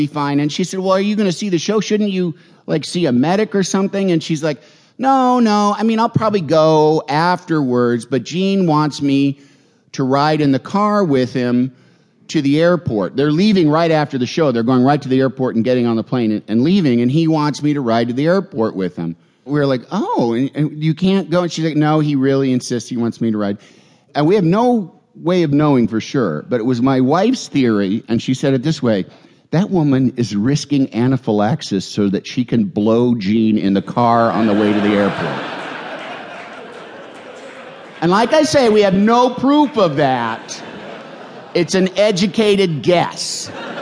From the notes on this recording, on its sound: San Francisco Sketchfest live recording